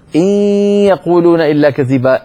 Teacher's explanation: إن يقولون إلا كذبا، إن يخرج صوتان معا، ياء من الفم وغنة من الخيشوم. ولا تقول إن يقولون، إذا قلت إن فأنت أتيت بالياء ولم تأتي بالغنة.